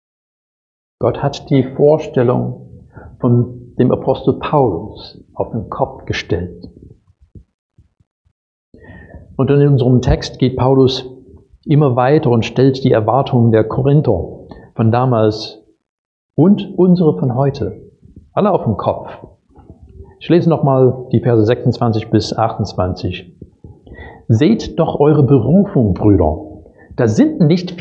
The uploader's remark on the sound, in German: Predigt aus dem Gottesdienst